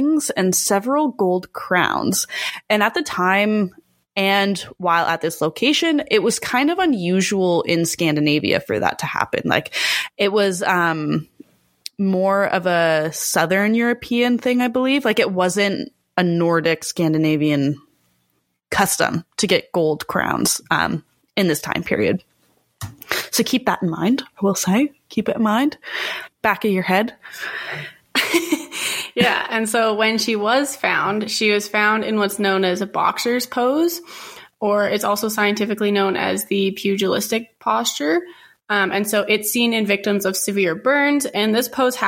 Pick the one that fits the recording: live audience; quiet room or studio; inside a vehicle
quiet room or studio